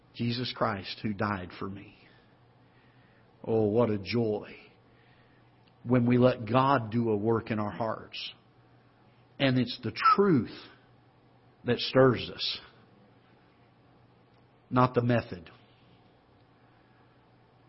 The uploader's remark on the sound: Ketha Heights Baptist Church ~ Live Broadcast.